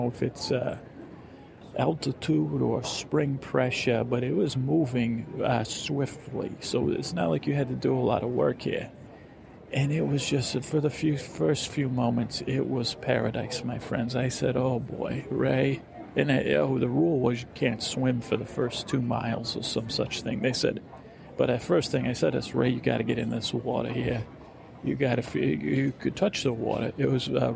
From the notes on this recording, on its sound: This is a real experiment as it was all recorded at airports.